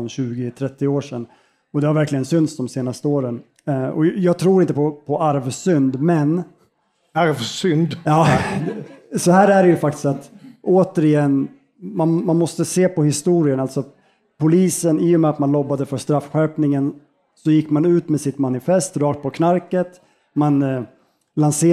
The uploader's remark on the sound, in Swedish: Panelsamtalet spelades in på Grand i Malmö den 30 november 2022.